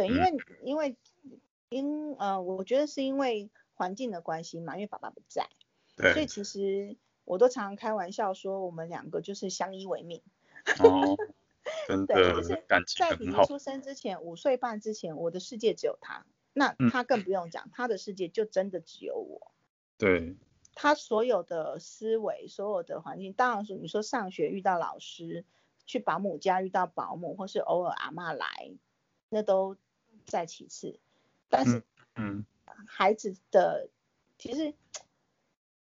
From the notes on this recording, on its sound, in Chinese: 疫情期間透過網路平台錄音，音質部分還請見諒！